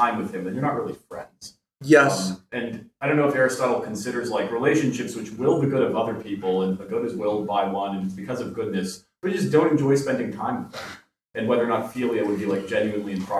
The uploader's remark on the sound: This lecture was given on June 13, 2023 at the Dominican House of Studies in Washington, D. At the Dominican House of Studies in Washington, D.C. As part of the 2023 Civitas Dei Summer Fellowship.